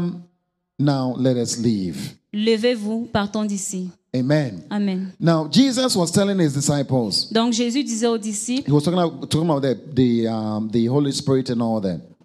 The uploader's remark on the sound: Preached during Joyful Hour Sunday Service at FCI Ministries.